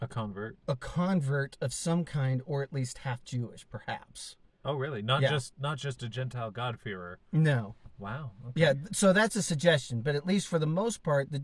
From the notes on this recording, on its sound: car in Southern Idaho's Mountains